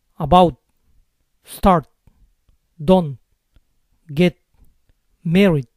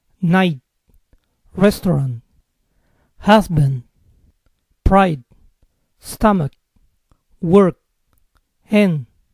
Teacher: Lo que está pasando aquí es que estoy haciendo lo que se llama una parada glotal. Es decir, hago una pausa brusca al final.